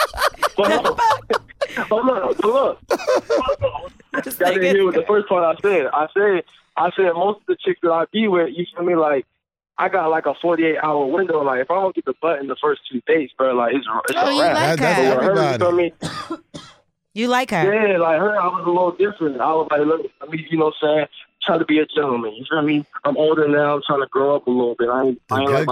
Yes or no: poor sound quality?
no